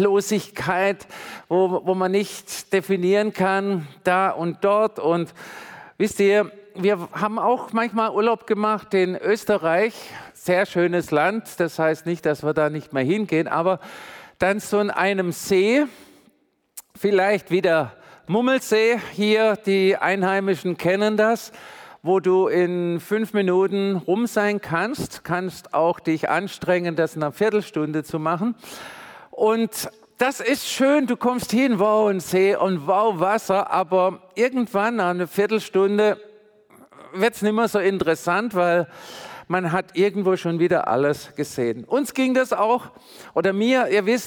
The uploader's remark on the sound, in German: predigt im Missionswerk Karlsruhe